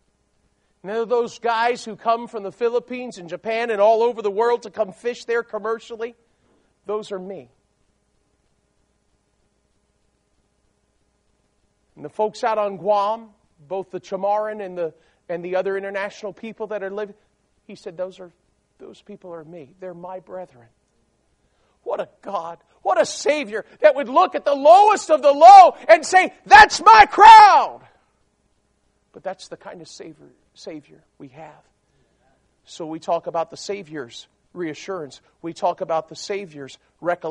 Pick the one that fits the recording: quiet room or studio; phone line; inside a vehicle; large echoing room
large echoing room